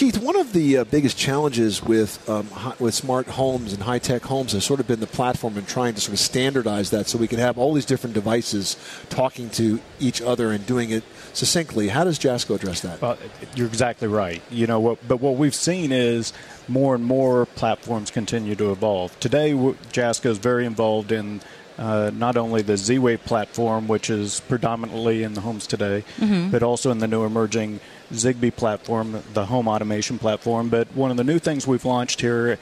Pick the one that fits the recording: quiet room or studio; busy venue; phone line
busy venue